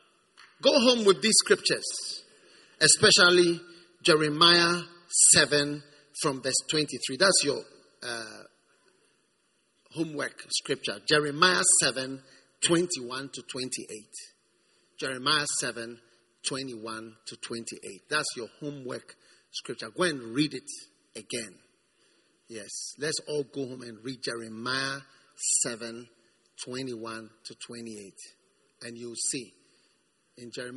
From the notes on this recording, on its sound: Preached at the First Love Gathering Service.